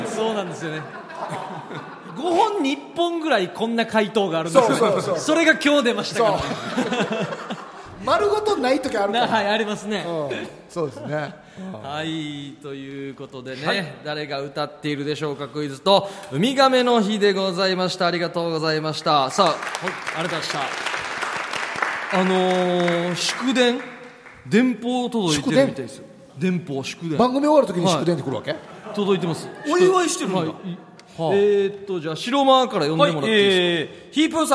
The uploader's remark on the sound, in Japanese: 公開収録ほぼノーカット版。最初で最後の公開収録のほぼノーカット版です。大盛り上がりの会場の雰囲気を余すところなくお伝えしたかったのですが。